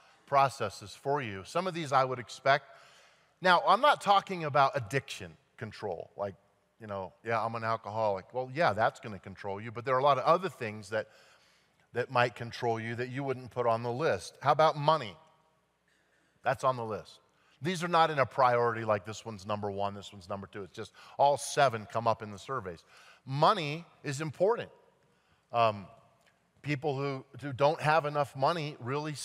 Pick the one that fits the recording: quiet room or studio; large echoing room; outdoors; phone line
large echoing room